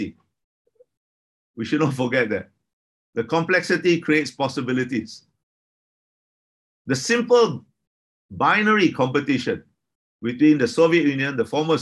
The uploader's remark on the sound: This webinar was organised by the Middle East Institute (NUS). This public talk was conducted online via Zoom.